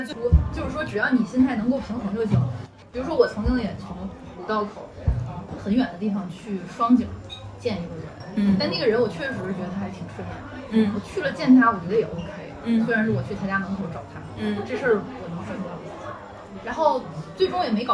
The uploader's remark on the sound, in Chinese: 已经努力降噪了，音质还是有点差